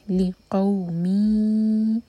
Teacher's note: ले जैसी आवाज़ नहीं आनी चाहिए, कसरा है, ली कौमी इदगाम गुन्ना के साथ, दो सेकेंड्स का टाइम